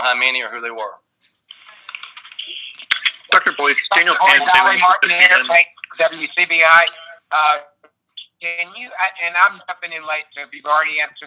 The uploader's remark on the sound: met the media on a conference call.